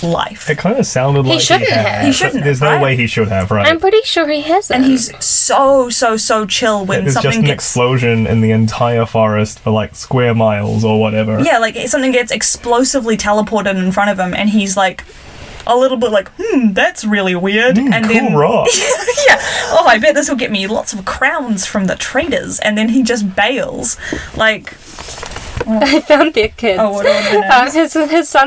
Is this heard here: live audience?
no